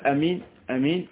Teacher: من قال أمين أمين لم يأتي بالمد إطلاقا، ما أتى به أمين، هذا لم يأتي بالمد.